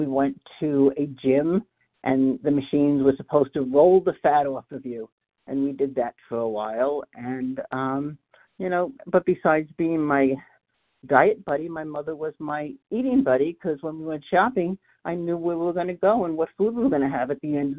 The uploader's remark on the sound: qualification from the 100 Pounders Phone Meeting